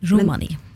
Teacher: Jeg tror det uttales med trøkket på første stavelsen.